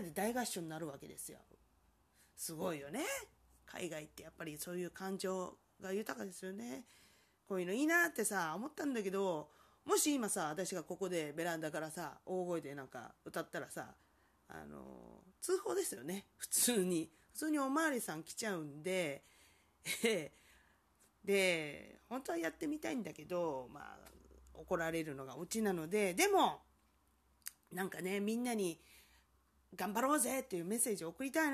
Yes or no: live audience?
no